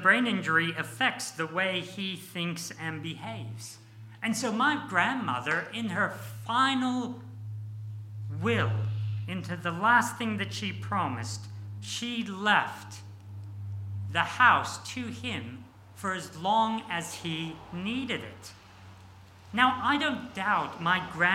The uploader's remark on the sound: This sermon was preached on 3rd December 2023 at all services of Helensburgh and Stanwell Park Anglican Church.